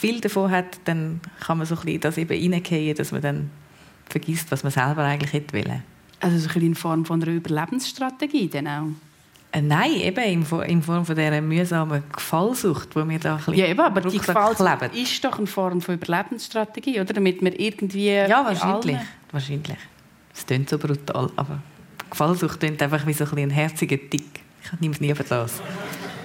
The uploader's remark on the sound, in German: Die Gesprächssendung «Persönlich» von Radio SRF 1. Live aus der Livestage des Radiostudios Zürich.